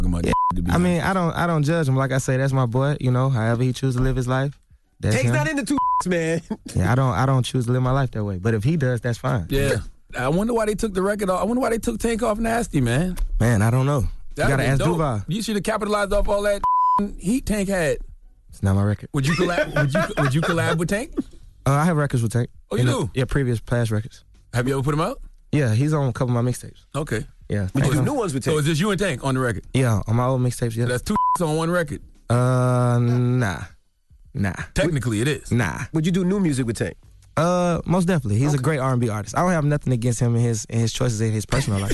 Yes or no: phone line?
yes